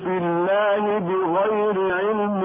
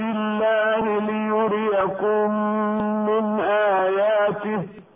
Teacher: أن لفظ الجلالة إذا سبق بكسر رجعت اللام إلى أصلها في الترقيق، ورققت من أجل الكسرة قبل اللام